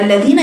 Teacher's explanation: دي مد بالياء عميقه، فراغ الفم وفراغ الحلق